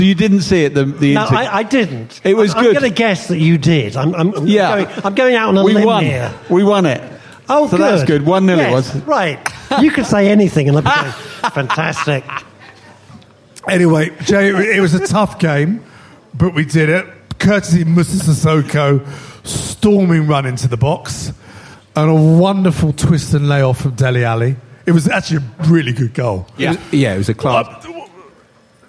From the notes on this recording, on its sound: LIVE from Dingwalls in Camden!